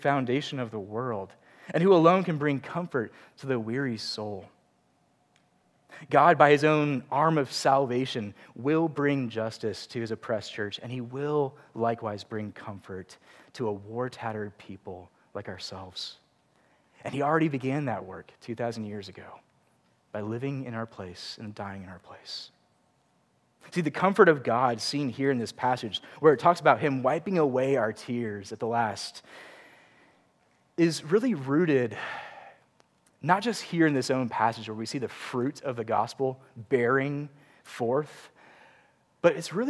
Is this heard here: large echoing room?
yes